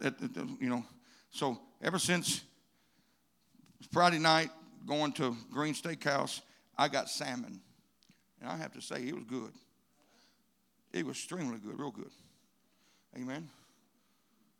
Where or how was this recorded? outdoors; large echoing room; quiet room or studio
large echoing room